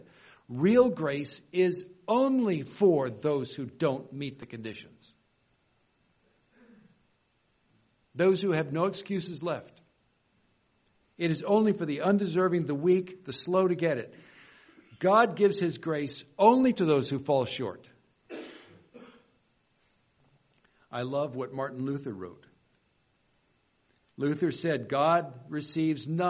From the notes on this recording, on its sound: Keynote Session at FG17